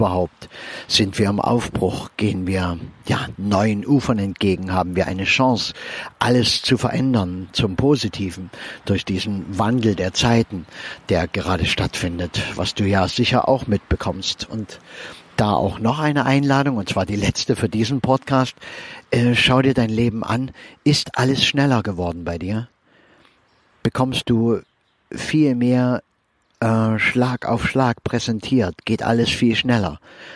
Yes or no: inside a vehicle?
yes